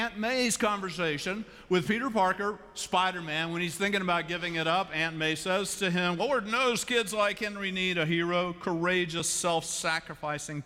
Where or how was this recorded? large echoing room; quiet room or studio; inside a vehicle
large echoing room